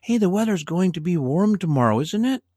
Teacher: You hear my intonation, how it came up, because I'm not exactly sure, but maybe I still have an opinion about something that I want to offer, but it's not something I know absolutely certain. · Term: intonation comes up